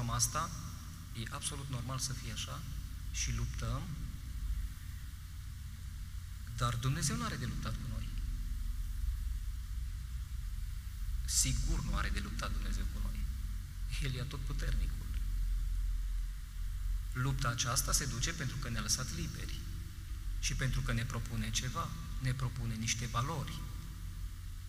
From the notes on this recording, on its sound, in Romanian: Material audio cules şi prelucrat din transmisiunea video în direct de la Catedrala din Lugoj.